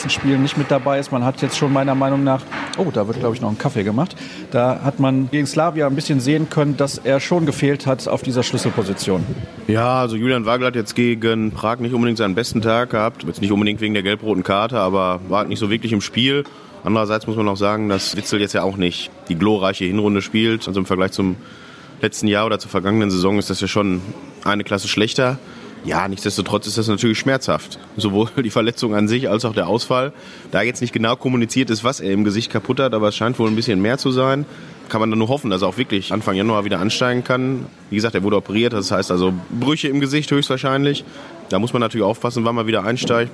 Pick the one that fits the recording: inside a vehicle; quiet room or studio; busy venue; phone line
busy venue